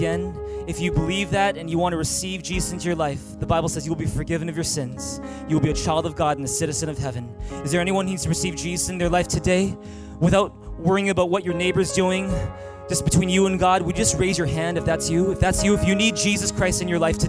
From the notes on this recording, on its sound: Recorded on September 23, 2018 at THRIVE Church Vancouver, Canada